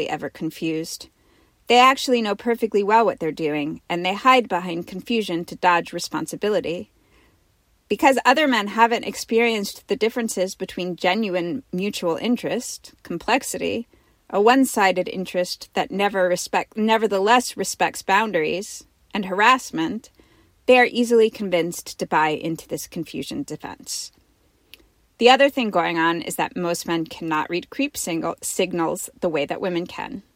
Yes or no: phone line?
no